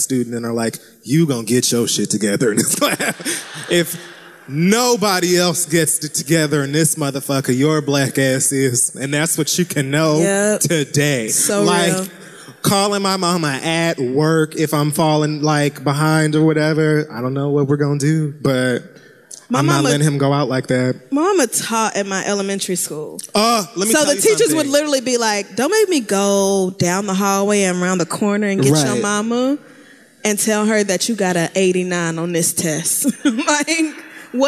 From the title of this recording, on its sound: Live in Oakland